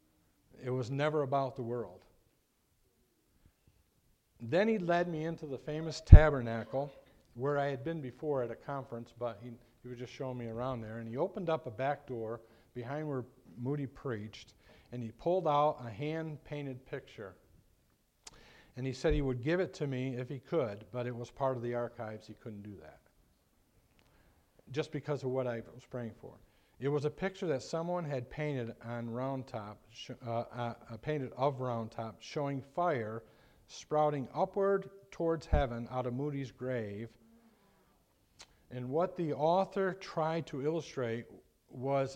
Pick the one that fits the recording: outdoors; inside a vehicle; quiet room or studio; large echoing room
large echoing room